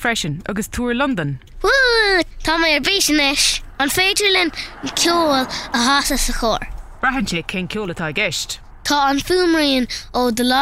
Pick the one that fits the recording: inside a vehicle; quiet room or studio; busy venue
inside a vehicle